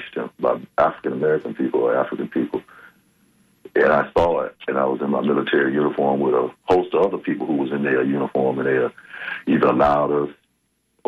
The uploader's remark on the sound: unique magazine format call-in show